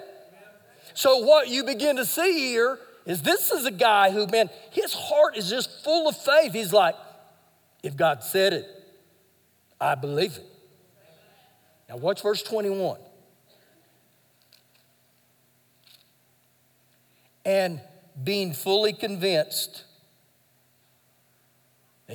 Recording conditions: large echoing room